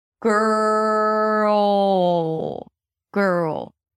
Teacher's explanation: You have to stretch the R and then get to that transitional vowel and then bring the L sound. · IPA: ɡɜːrl